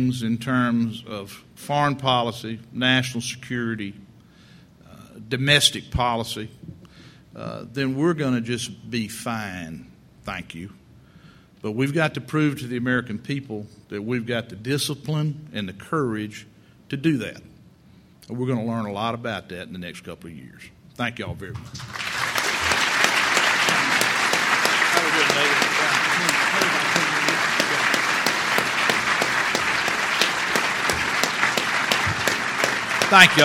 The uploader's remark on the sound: delivered an address at the 2006 Annual National Lawyers Convention on Friday, November 17